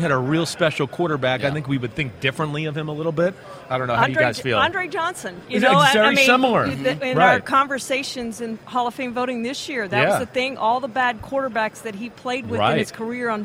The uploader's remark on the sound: PFT Live from Super Bowl Media Week in Arizona